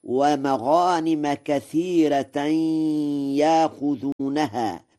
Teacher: بترقيق الراء في كثيرة وإبدال الهمزة حرف مد من جنس حركة ما قبلها في يأخذونها وصلا ووقفا، والترقيق لغة من لغات العرب.